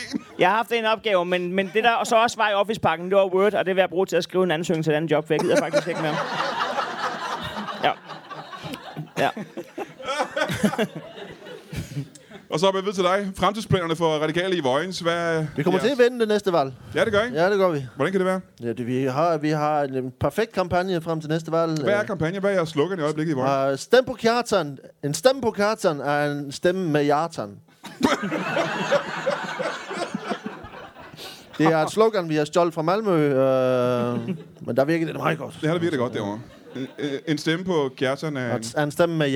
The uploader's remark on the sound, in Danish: Live fra HCA Festivals